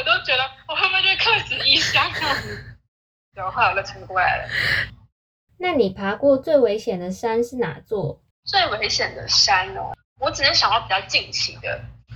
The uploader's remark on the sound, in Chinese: 來和我一起在線上聊聊他自己。是用遠端錄音的方式來訪談，這樣我也和各位聽眾一樣，和來賓沒見過面、只能從聲音去認識她，也因此，收音上會有一些瑕疵，希望聽眾們包涵。